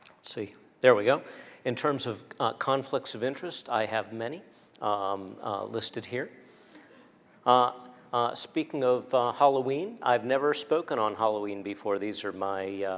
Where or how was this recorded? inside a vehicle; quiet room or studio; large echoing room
large echoing room